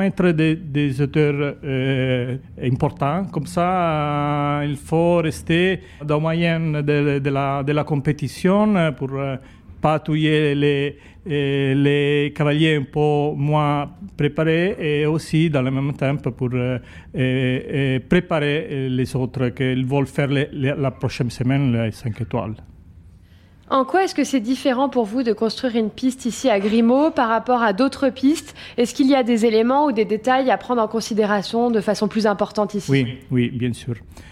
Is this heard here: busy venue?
yes